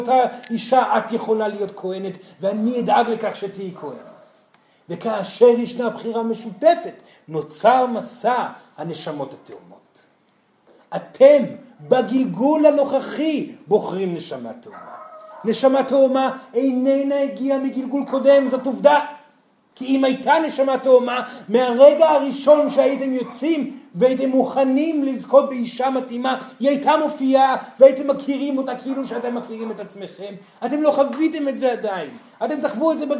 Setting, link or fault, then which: setting, live audience